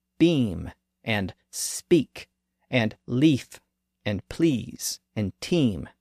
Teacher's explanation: And during the great vowel shift, the vowel sounds in those respective words merged together into the modern sound E that we use today